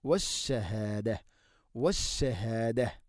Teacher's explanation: عالم الغيب والشهاده، والشهاده ഇവിടെ والشهادتي എന്ന് അവിടെ വഖഫ് ചെയ്യുമ്പോൾ താഇന സുക്കൂൻ ഹാഇൻ്റെ ശബ്ദമാണ് വരിക